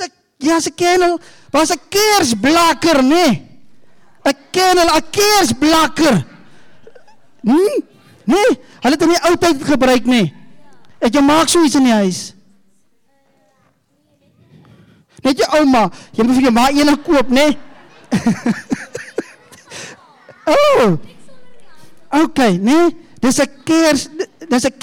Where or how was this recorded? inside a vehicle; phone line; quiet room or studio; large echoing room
large echoing room